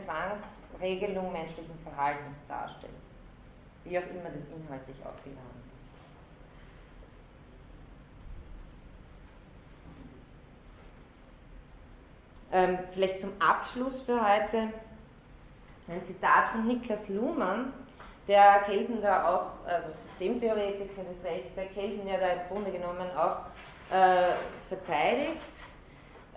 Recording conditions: large echoing room